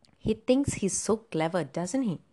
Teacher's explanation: So doesn't he? It has a falling tone. So that is, it is not actually kind of a very doubtful question.